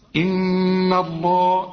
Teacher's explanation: هنا اللام بتاعت لفظ الجلالة مفخمة لكن الهاء مرققة